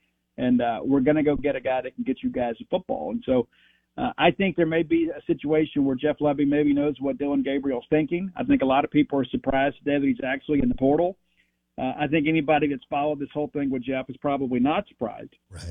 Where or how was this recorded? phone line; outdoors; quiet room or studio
phone line